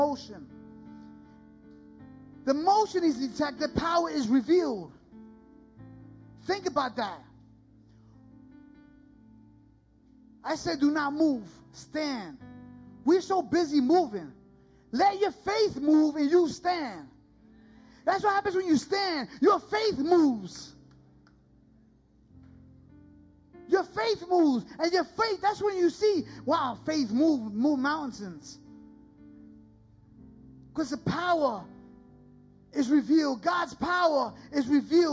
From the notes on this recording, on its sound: This was recorded live at The Sanctuary Fellowship, 1469 St. Peters Avenue, Bronx, NY.